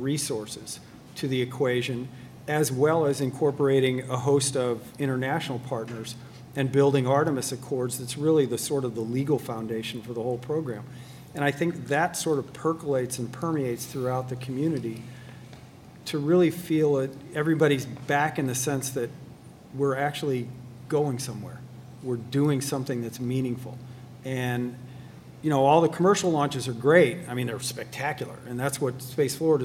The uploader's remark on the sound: At the event: Some curious kids in the audience who had some questions of their own.